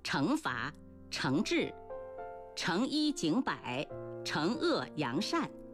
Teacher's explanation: 这个字本应该读阳平